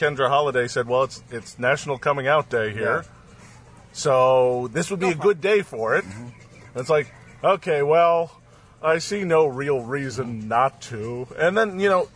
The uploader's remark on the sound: Live From Desire, The Sexiest Place on Earth. Live from an outside bed at Desire in sunny Cancun.